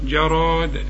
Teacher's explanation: عند الوقف على كلمة جراد قلقل الدال